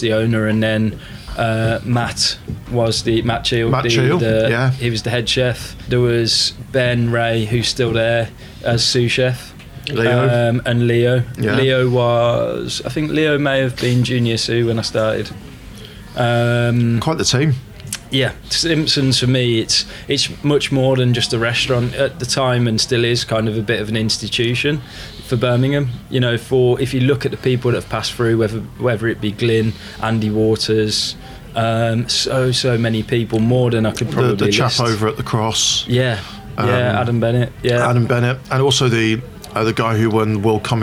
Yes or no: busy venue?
yes